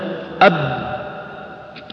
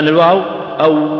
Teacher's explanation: أب ما يمكن يمتد الصوت · Shown in: first take · لكن مثلا الواو أو يمتد الصوت يمشي. · Term: الشديدة